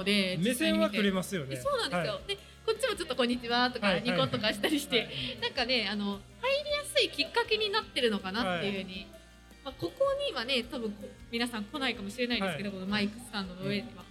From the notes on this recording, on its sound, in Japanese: 展示会の会場で実施した公開収録